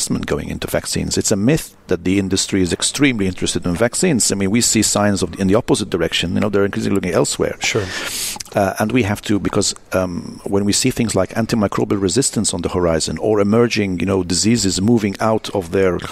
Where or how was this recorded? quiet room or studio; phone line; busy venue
busy venue